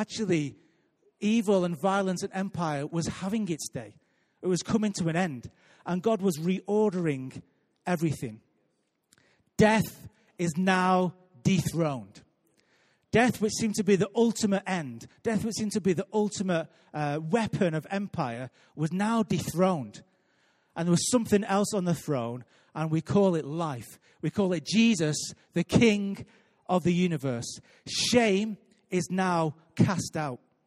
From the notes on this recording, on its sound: Recorded live at Life Church on Friday 30th March 2018.